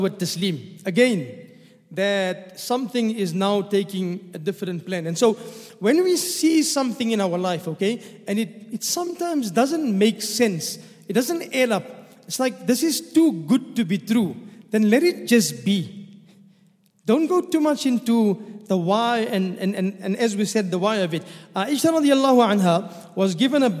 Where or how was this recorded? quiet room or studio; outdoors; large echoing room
large echoing room